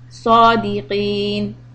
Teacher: And try to make the kasras light. Kasra will be e.